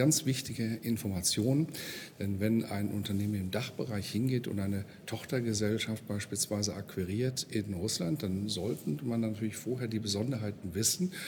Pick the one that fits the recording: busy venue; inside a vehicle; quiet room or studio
busy venue